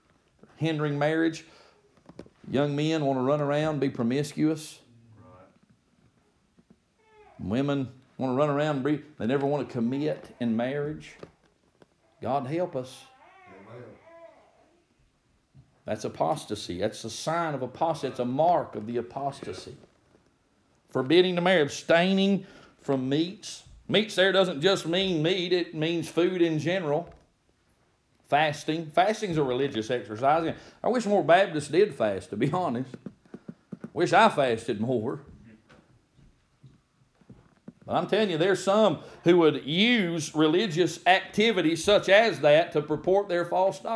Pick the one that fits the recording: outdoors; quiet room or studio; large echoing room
large echoing room